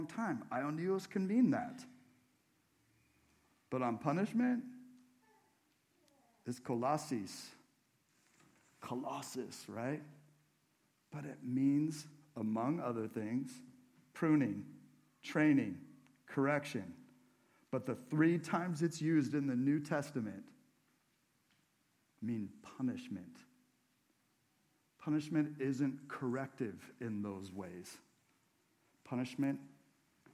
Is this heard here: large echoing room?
yes